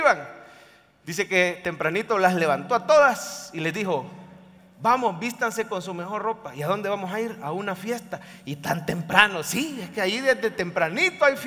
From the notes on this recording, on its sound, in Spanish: En vivo desde el Centro Familiar de Adoración CEFADCHURCH, San Salvador, enero 2024.